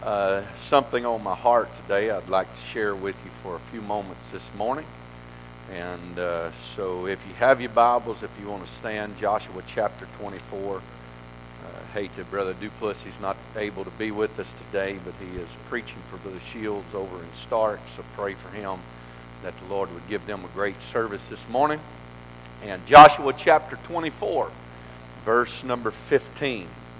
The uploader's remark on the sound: This message is broadcast live from the First Pentecostal Church in Silsbee Texas